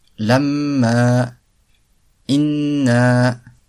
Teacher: Donc il y a une partie qui sort du nez. · Term: la nasalisation